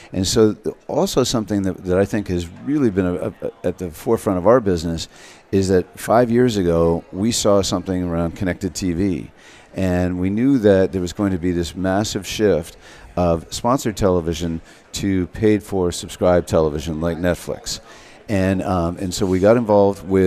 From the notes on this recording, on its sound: Live Broadcast from the MADE for Broadcast booth from Adtech NYC 2016.